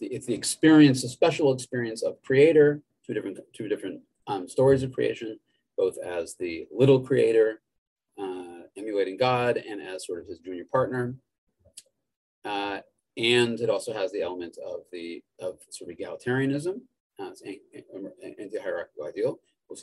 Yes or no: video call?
yes